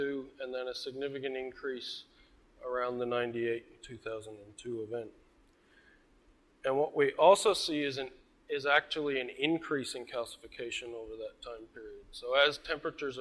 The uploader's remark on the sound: IFE Visitor Lecture recorded on 24 August, 2018.